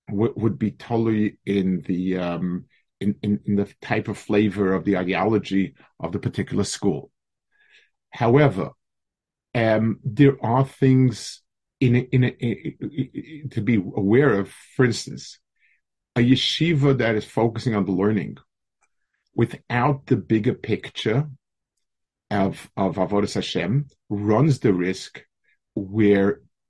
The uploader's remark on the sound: Delivered over Zoom to a Mechanchim Group.